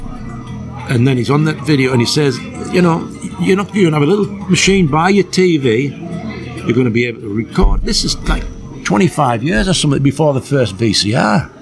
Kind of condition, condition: setting, busy venue